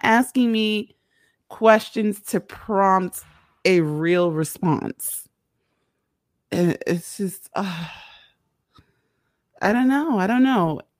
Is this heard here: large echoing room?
no